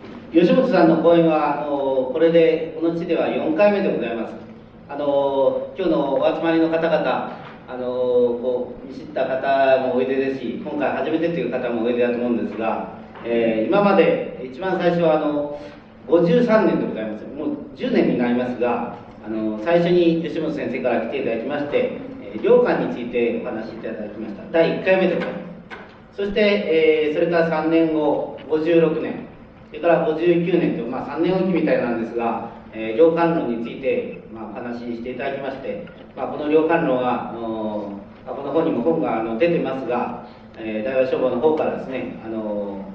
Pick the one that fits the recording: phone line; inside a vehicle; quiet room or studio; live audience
live audience